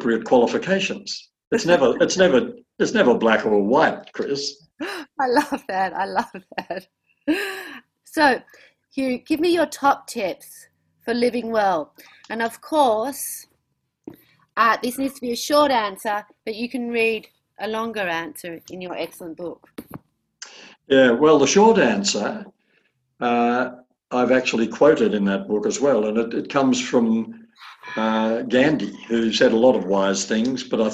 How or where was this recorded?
video call